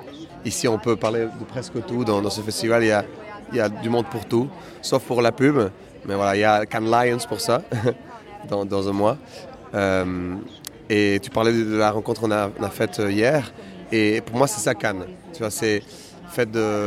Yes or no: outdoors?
yes